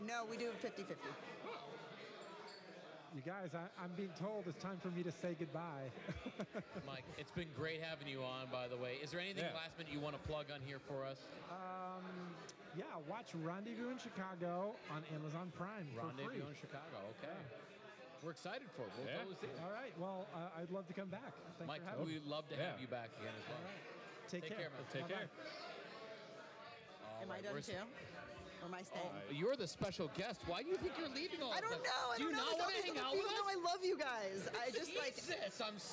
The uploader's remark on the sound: We're live at the Arrogant Frog Bar